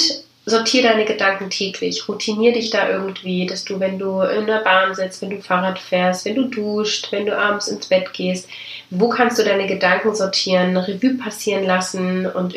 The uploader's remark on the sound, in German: Audiomitschnitt meines Webinars in 2019